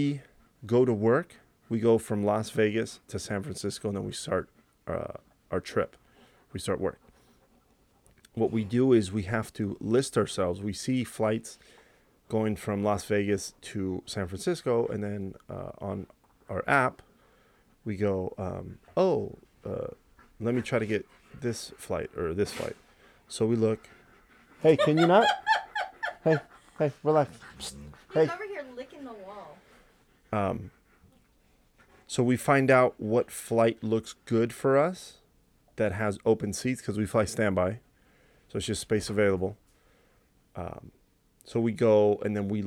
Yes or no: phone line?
no